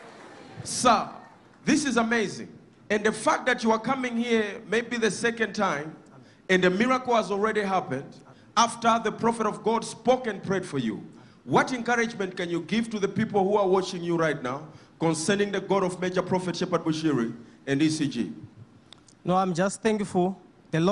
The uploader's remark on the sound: Sunday Live Service 21/05/17 | ECG CHURCH